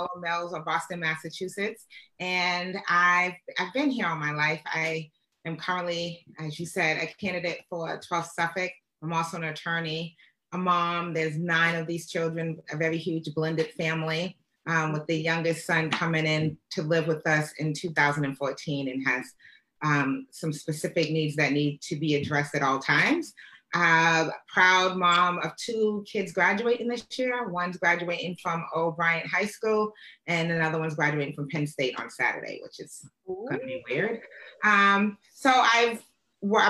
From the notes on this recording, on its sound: This has been done via Zoom